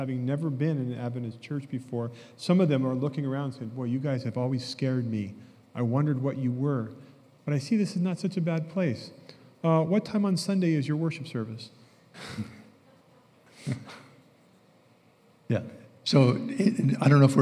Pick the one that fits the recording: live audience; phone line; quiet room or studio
live audience